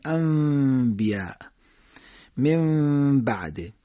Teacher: نون ساکن به ب برسه مثلا من بعده یا انبیا، در حقیقت نون تبدیل به میم میشه و بعد چون میم ببرسته باز هم همون اخفا انجام میشه، میگیم انبیا من بعده. · Term: اقلاب